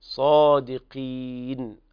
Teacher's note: القاف في أقل مرتبة في التفخيم